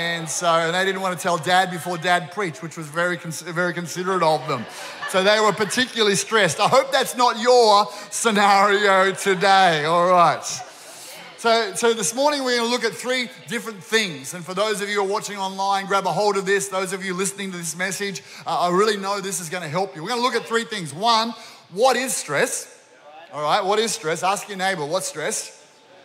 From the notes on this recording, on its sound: This was recorded during our 9am service.